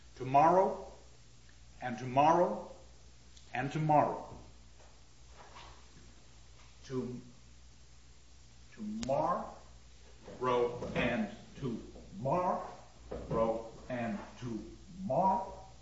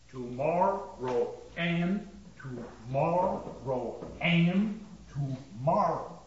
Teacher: And what he has done is in between those accented syllables placed additional short syllables · Shown in: first take · Term: rhythm of the line